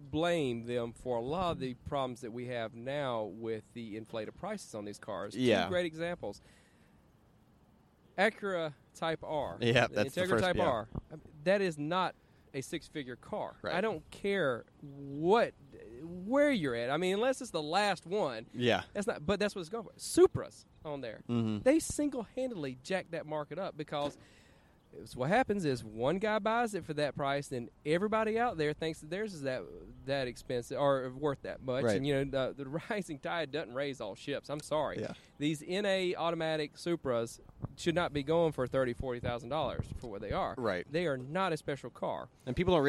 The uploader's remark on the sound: This episode of Cars and Talky is recorded from Birmingham Cars and Coffee. This is the cars and coffee event that I first became a part of while I was attending college.